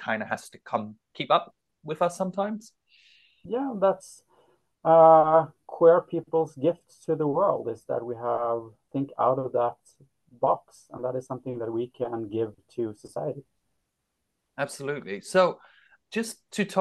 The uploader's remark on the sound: on Zoom